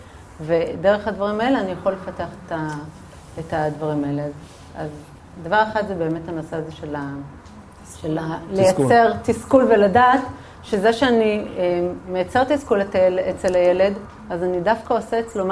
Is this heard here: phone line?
no